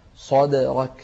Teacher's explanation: صدرك مع القلقلة في الدال